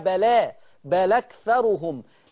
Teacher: هنقل فتحة الهمزة للام فتبقى لام مفتوحة